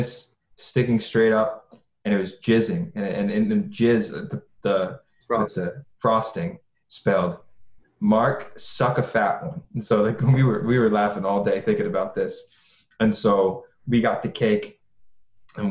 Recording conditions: video call